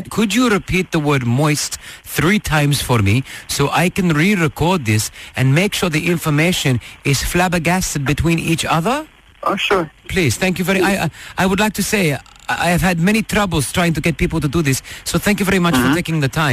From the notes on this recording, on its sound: A random person calls you in a bid to carry out a very outrageous phone test!